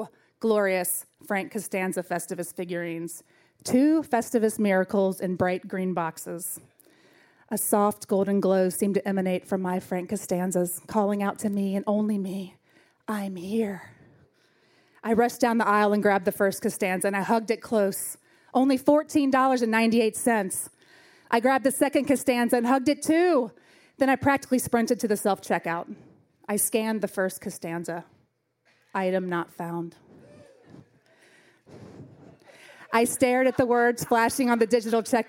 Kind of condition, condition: setting, live audience